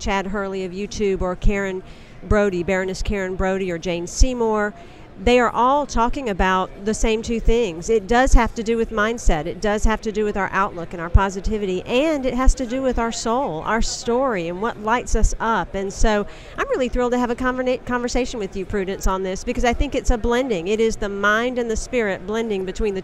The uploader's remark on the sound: LIVE on day 2 of the #SageSummit !